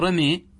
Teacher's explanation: لما أميل أنا الألف إلى جهة الياء أريد أن أنبهك أن هذه الألف أصلها ياء · Term: الإمالة